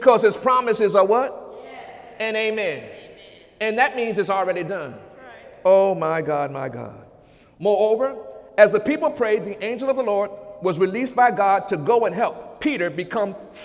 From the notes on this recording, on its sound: During Sunday morning service on May 21, 2017